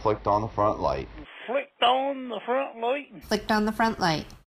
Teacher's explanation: the long I, as in time or kite or fight, which comes out sounding like something like oi, so foit, time.